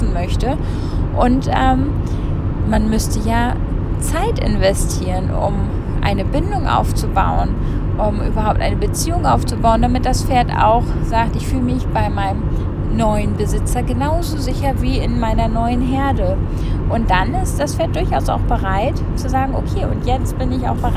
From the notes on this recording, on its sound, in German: Diese Folge wurde im Auto aufgezeichnet und kann deshalb etwas schlechter in der Qualität sein.